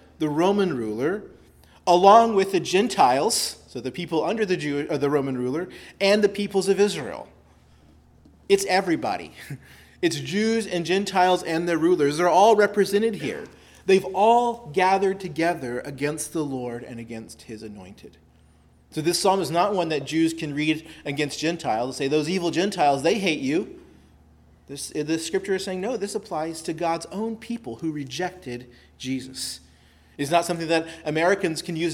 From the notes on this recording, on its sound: preached at Christ Our Savior Baptist Church